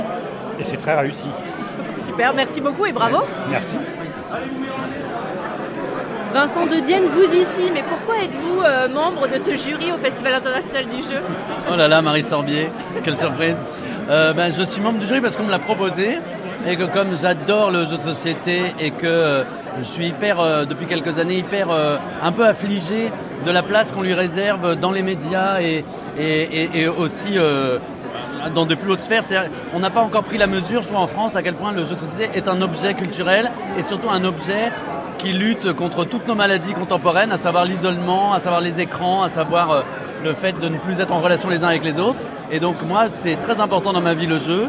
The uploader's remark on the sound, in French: nous emmène assister à la 37e édition du Festival international des jeux qui se déroule à Cannes dans les Alpes-Maritimes